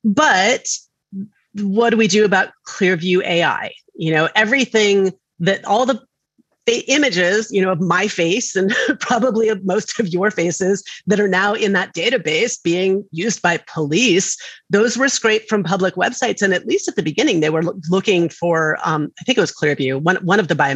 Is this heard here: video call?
yes